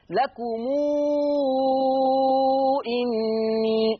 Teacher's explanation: صلة الميم توصل بواو لفظية